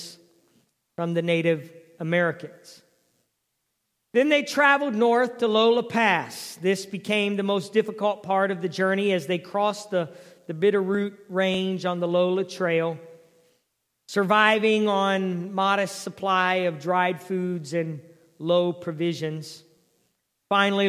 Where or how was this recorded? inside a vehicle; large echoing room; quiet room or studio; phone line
large echoing room